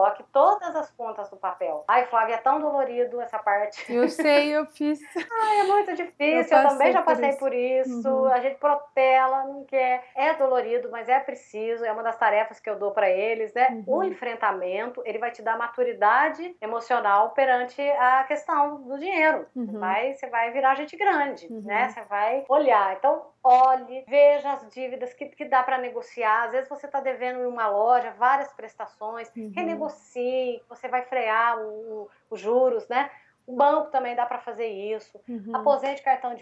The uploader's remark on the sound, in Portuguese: um papo via Skype